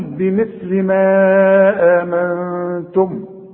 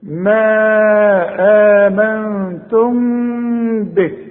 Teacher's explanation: اسمعها، بمثل ما آمنتم به، كل ميم بدون تشكيل زي اللي معانا دي هيك بتاعت آمنتم، اقفل شفايفي اذا وقفت عليه، اقول بمثل ما آمنتم، انما عند الوصل دي ميم مجردة من التشكيل، بعدها به بيحصل اخفاء مع الغنة، ما تضمش شفايفك، ما تقفلش شفايفك · Shown in: second take · يحصل انفراد في الشفايف.